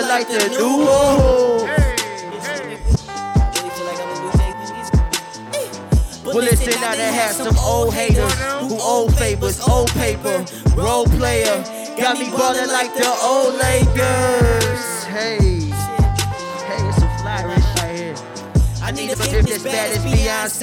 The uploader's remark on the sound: at Square Cat Vinyl as a part of the Chreece 5 festival on August 24, 2019.